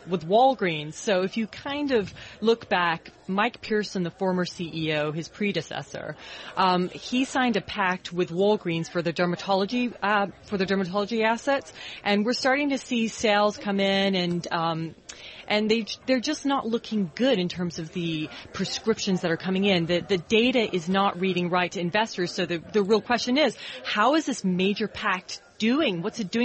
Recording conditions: busy venue